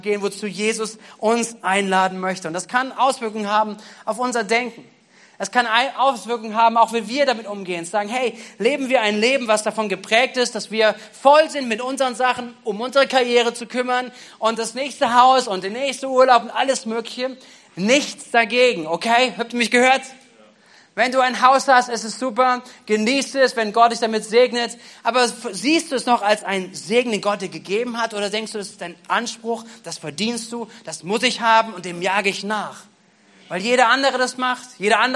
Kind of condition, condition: setting, large echoing room